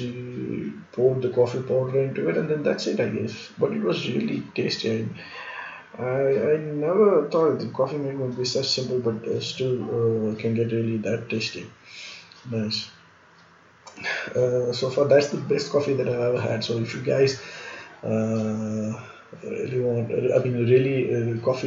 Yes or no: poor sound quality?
yes